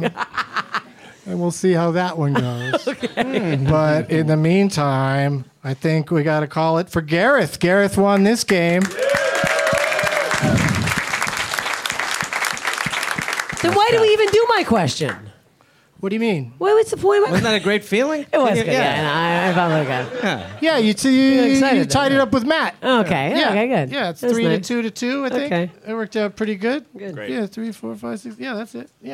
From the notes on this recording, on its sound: Live from Bottlerocket Social Hall in Pittsburgh as part of the DVE Comedy Fest